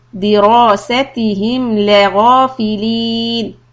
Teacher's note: Keep the lam fatha short and ghain is heavy.